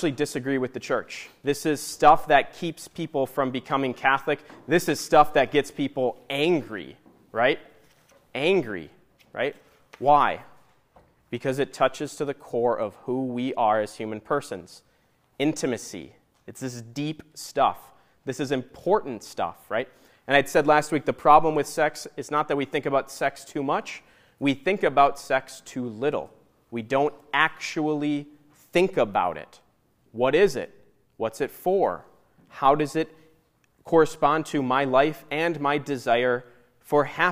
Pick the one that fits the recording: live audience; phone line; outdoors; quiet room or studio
live audience